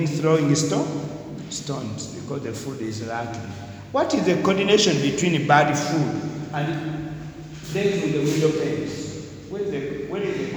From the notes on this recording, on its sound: Discussed during a lecture